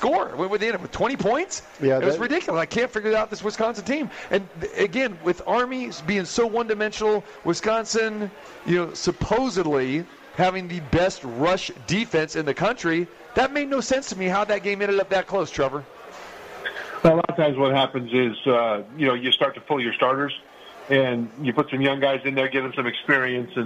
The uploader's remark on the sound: Live from The Cosmopolitan of Las Vegas.